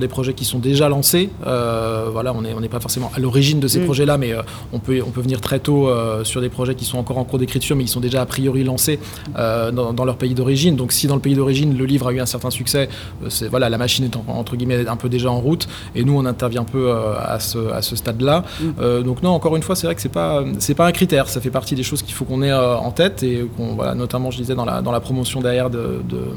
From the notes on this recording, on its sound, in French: Enregistré à Marseille Series Stories. Enregistré à Marseille Series Stories dont BetaSeries était partenaire.